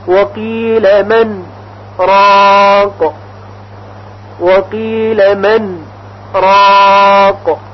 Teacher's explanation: در اینجا هم استثناءً نون ساکن من در حرف را ادغام نمیشه، بلکه نون کاملا اظهار میشه و ما بین نون و را یک مکس کوتاهی انجام میشه که به اون سکت گفته میشه.